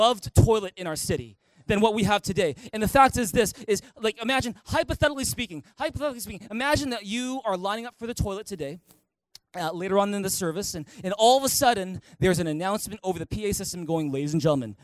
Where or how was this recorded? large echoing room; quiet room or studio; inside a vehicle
large echoing room